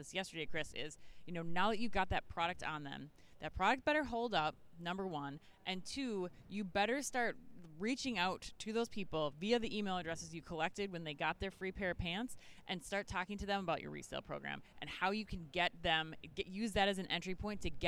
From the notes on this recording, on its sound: live from Shoptalk Europe in Barcelona